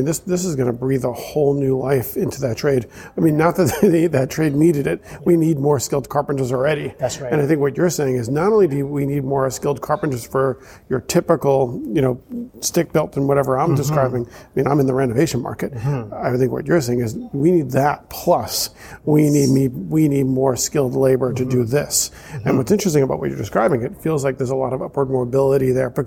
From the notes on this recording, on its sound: special bonus episode recorded at the Passive House Canada Conference